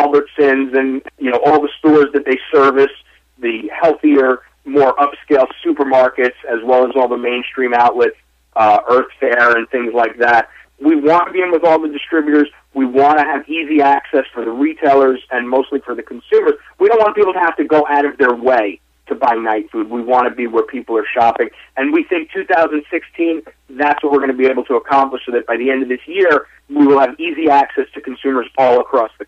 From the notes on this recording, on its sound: called in to SmallCapVoice